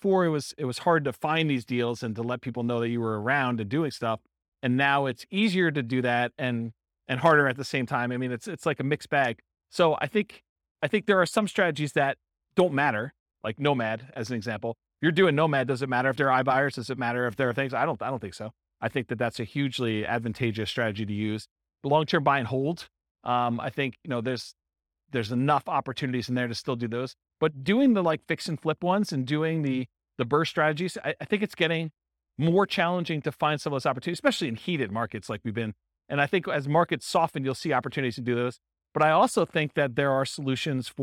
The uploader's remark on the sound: In Modesto, California. This was a live class recorded. The live in-person version.